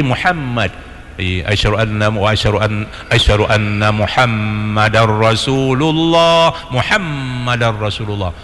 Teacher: Jadi mim ketemu dengan mim tasydid itu, itu hukumnya itu tajwid adalah dibaca dengan gunnah. Gunnah artinya dengung.